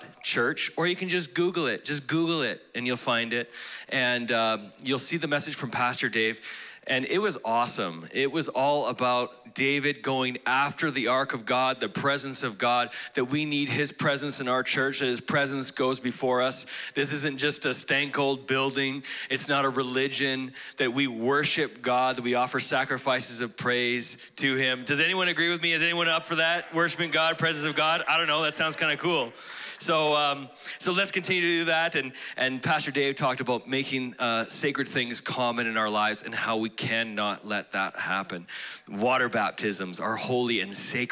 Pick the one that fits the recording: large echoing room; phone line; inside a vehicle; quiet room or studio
large echoing room